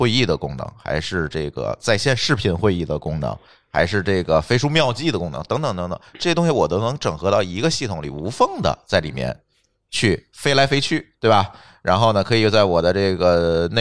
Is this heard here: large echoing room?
no